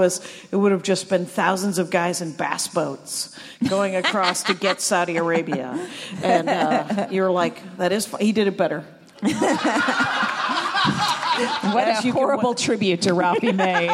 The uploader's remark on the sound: live from LA Podfest!